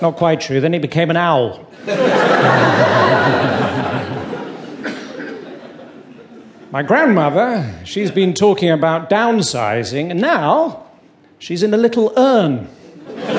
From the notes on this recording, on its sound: Recorded live on his 2013 UK tour.